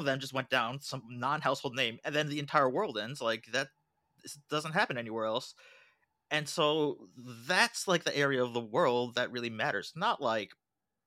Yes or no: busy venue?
no